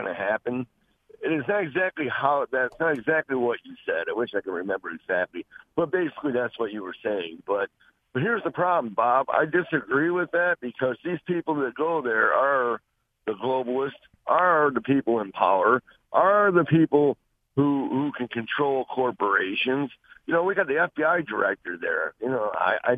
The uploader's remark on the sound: Open Phone Friday